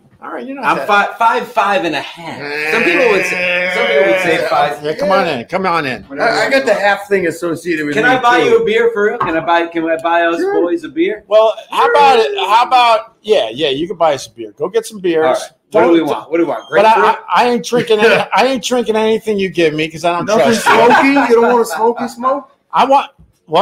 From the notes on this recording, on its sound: Recorded at Tuesdays at Gebhards